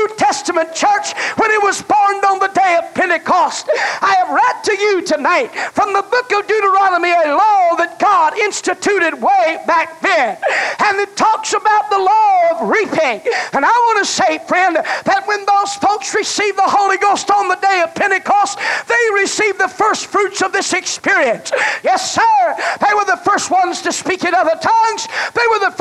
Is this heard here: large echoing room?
yes